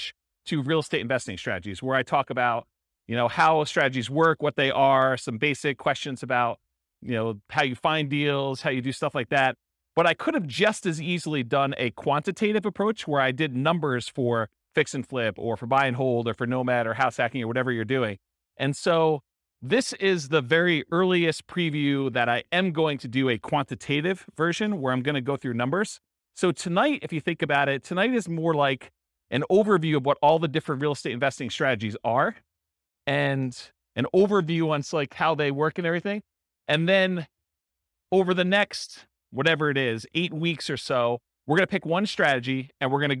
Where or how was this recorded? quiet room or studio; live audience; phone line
live audience